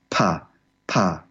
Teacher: Pa is really intense because it comes with a lot of wind. The P sounds are really explosive.